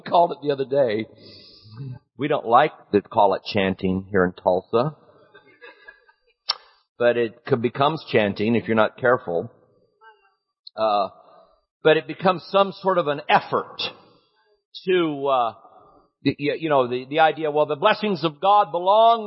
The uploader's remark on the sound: Recorded at Healing Grace Church in Tulsa, OK February 25, 2013